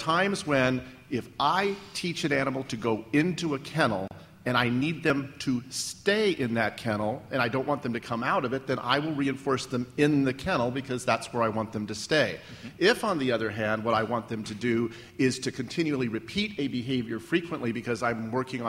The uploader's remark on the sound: excerpt from the ClickerExpo 2010 panel discussion